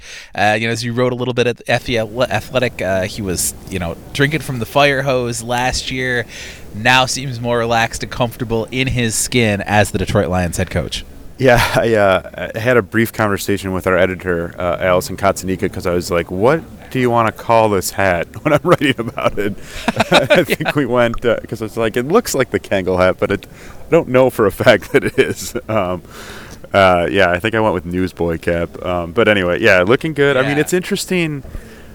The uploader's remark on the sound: checks in LIVE from the NFL Combine